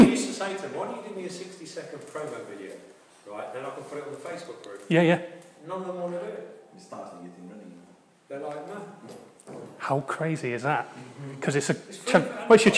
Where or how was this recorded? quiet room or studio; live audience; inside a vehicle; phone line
live audience